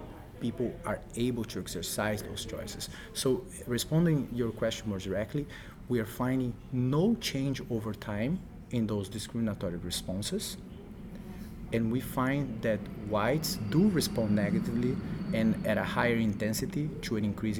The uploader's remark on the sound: during a break in the National Bureau of Education Research conference in Cambridge, Mass.